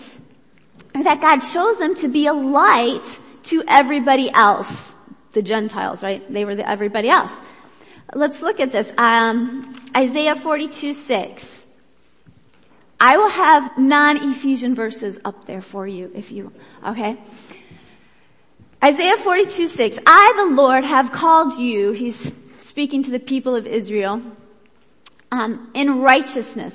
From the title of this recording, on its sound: Worship Service